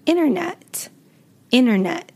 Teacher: Notice internet versus internet, internet. So that T at the beginning, inter, becomes inner, inner net. · Term: silent T